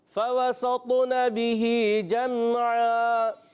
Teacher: ہے واو پر بھی سین پر بھی اور تو ساکن ہے، سین کو تو سے ملانا ہے، سین کو باریک رکھنا ہے، تو میں قلقلہ ہوگا